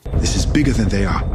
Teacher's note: Listen to those TH sounds in this. This is bigger than they are. They should be dentalized.